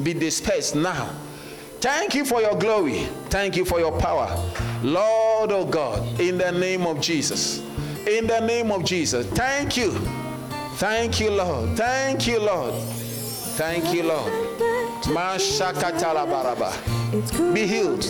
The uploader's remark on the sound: Sermon delivered on Sunday, February 11, 2024, at Serious Christian Church in Bellville, South Africa.